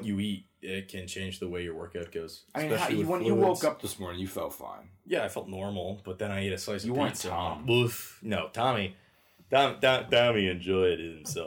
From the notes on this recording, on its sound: sorry for any audio issues, we tried an new way of recording